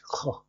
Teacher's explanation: It can be a kind of ch, like in Gaelic or in Dutch, ch, very back of the mouth, back of the throat, ch sound.